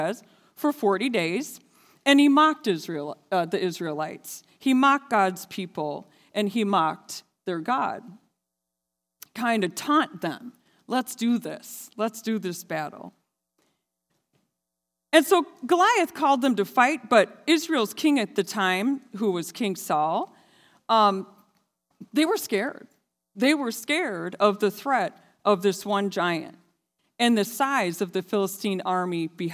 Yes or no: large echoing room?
yes